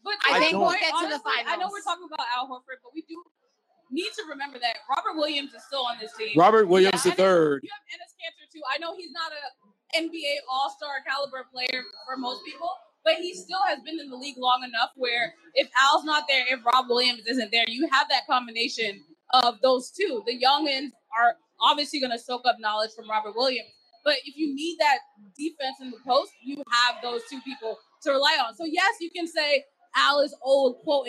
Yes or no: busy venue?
yes